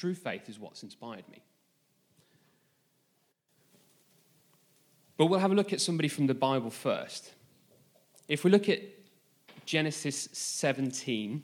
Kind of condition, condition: setting, live audience